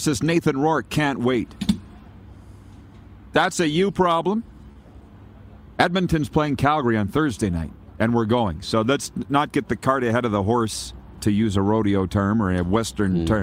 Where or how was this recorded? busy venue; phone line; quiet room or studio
busy venue